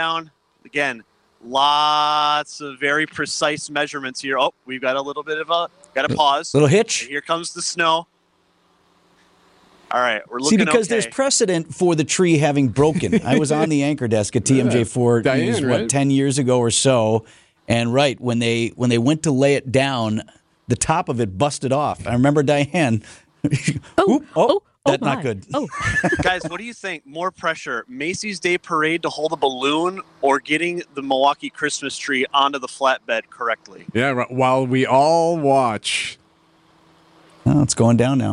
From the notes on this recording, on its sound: live from the Christmas Tree harvesting